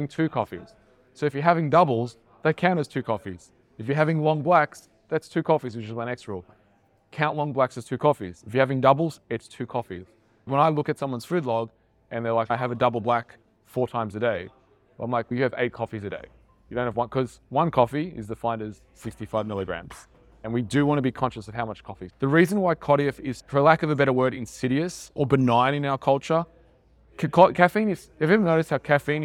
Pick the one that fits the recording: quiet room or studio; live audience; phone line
live audience